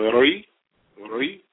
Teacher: Trying to roll that R with the Kasra.